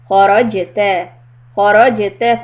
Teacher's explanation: Kha and ra are heavy, jim qalqala.